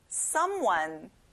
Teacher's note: 앞에 some에 힘을 줘보세요